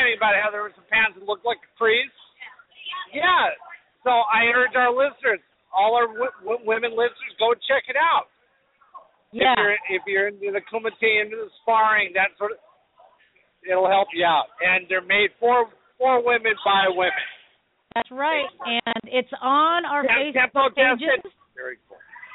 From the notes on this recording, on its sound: Broadcasting live from Bob White Invitational. Broadcasting live from the Bob White Invitation tournament!